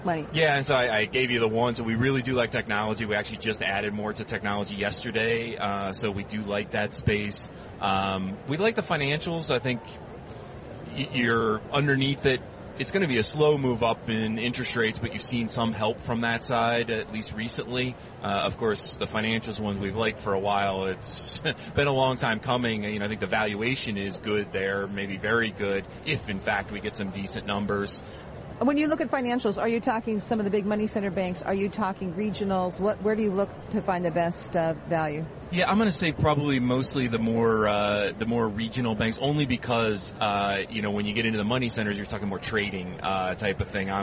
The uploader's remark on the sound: Live from the 2016 US Tennis Open.